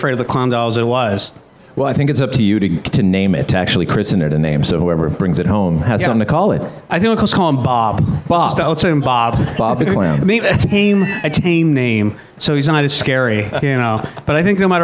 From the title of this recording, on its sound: Live at Propstore